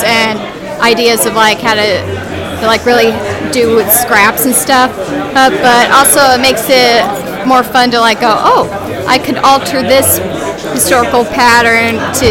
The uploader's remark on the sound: Live From Hypericon. Sites and sounds of Hypericon 12.